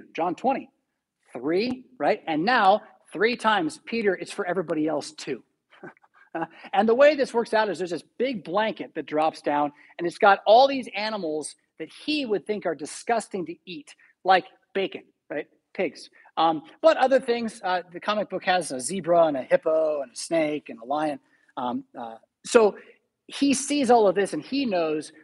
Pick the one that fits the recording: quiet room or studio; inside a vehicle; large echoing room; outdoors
large echoing room